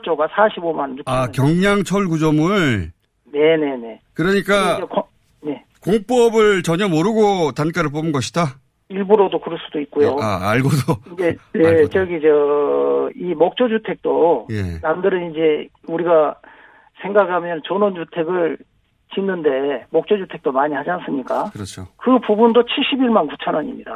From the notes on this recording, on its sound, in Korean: 전화연결